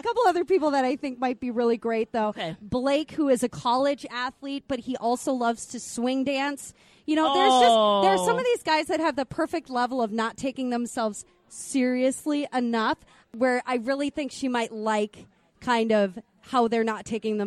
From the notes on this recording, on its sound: Live from the Chart House in Lakeville.